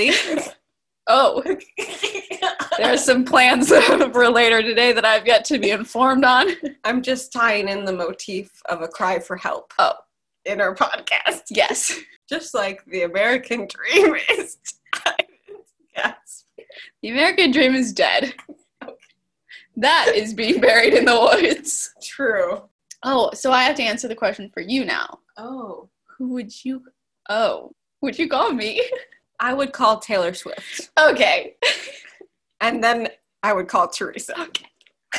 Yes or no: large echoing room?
no